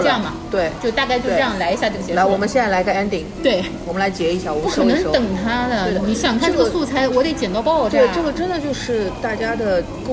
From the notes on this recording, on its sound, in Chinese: 每次录制基本都是在餐厅吃饭，没有条件升级录音设备，介意勿拍（划掉）勿听。